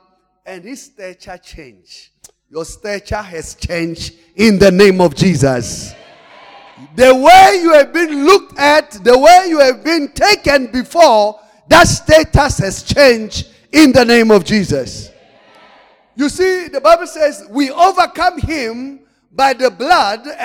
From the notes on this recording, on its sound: Service: The Gathering. Campus: Arcadia. Message preached during The Gathering of Branches in Arcadia.